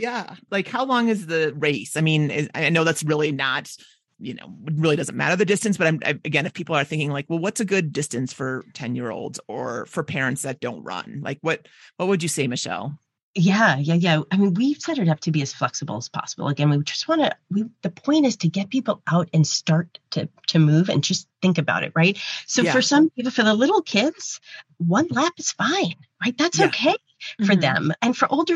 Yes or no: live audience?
no